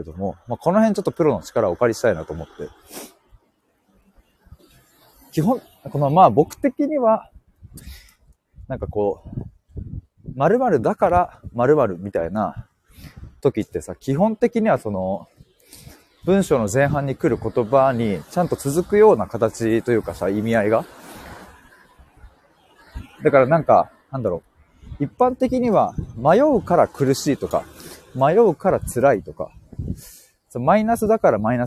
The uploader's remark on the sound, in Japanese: 歩きながら。LIVE。